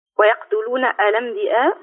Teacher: ويقتلون الأنبياء يعني اعمل النقل لورش واثبت الهمزة في منتهى الكلمة الأنبياء. · Term: بإثبات الهمزة